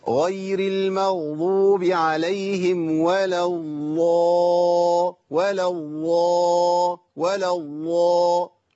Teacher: انا كأني كده ابدلت الضاد بلام مفخمة مغلظة · Term: الضاد اللامية